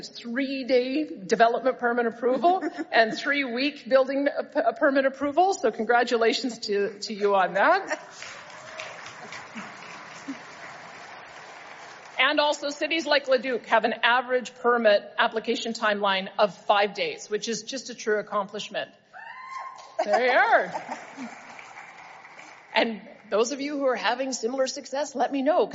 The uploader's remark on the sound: delivered a keynote address at the 2023 Alberta Municipalities Convention in Edmonton